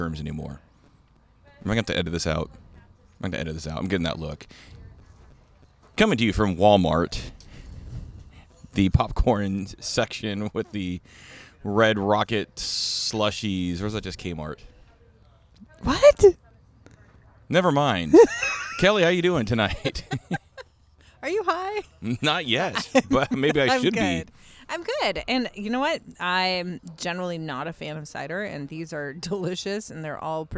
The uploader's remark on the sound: Come to you live from The Hammered Dwar f in Snohomish, Washington. Come to you live from The Hammered Dwar f in Snohomish, Washington.